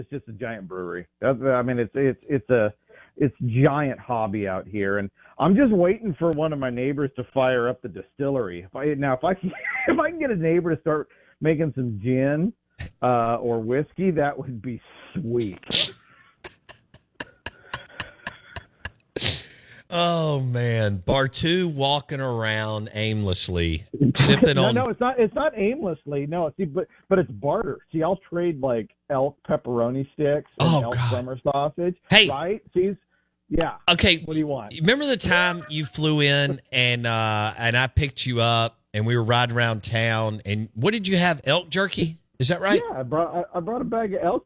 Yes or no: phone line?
yes